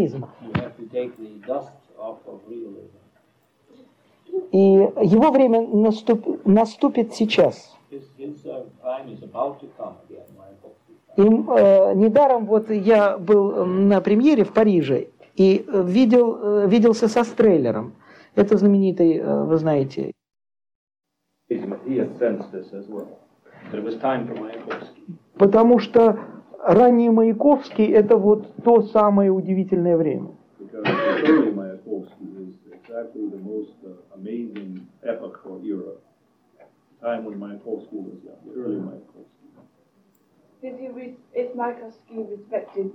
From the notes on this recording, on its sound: Delivered at the University of Kansas on March 27, 1987 as part of the Russian Writers in Residence program.